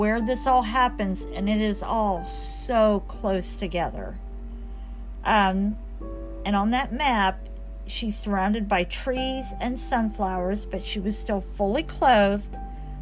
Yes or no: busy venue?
no